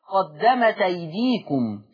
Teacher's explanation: قرأ ورش بنقل حركة الهمز إلى التاء